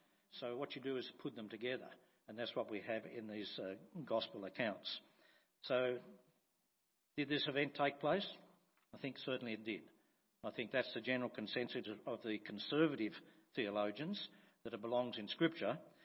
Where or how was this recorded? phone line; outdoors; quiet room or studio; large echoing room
large echoing room